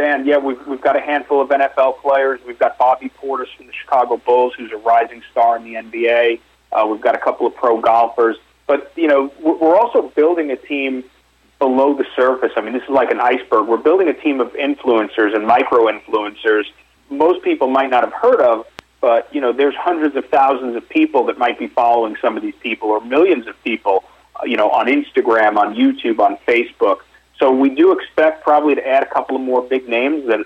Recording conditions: phone line